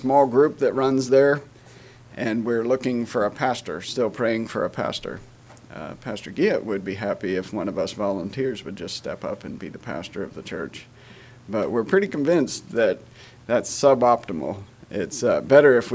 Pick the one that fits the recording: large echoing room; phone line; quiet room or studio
large echoing room